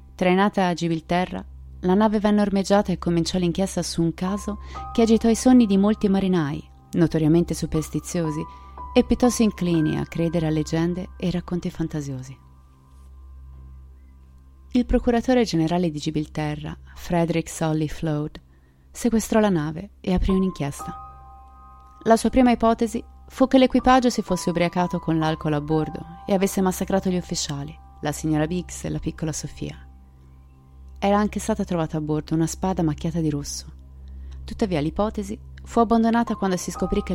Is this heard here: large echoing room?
no